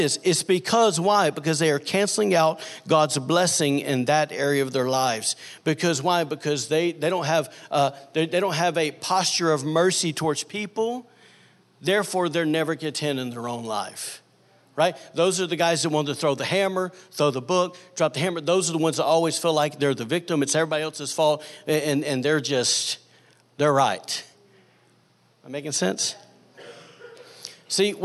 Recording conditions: live audience